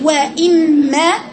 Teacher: اقول وإما وإما وإما، شوف الصوت طلع منين، لكن قلت وإما ده اسمه نبر يعني صياح على الحرف اللي هو الميم فقط